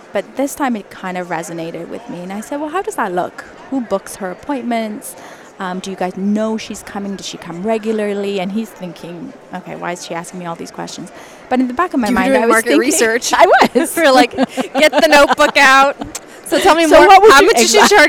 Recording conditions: busy venue